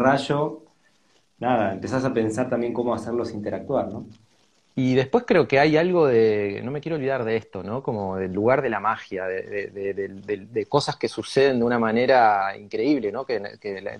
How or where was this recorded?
video call